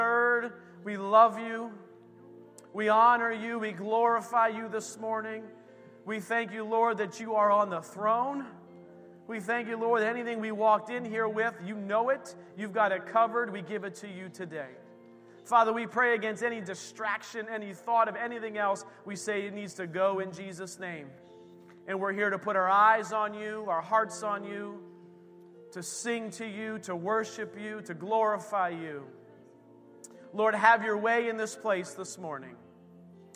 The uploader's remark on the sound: This recording is of the whole service.